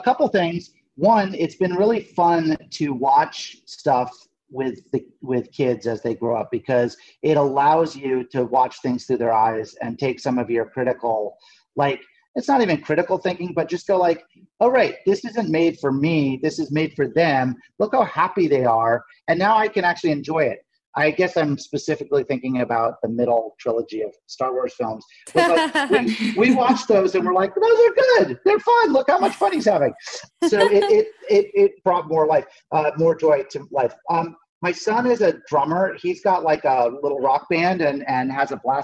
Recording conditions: video call